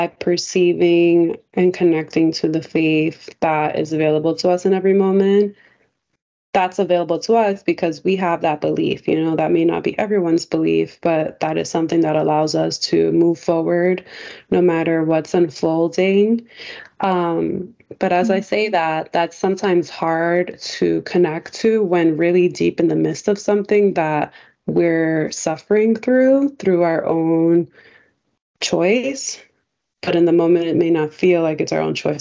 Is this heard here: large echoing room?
no